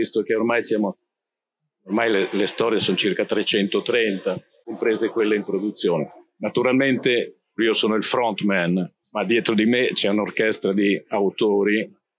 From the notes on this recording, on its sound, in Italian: Registrata durante Lucca Comics 2023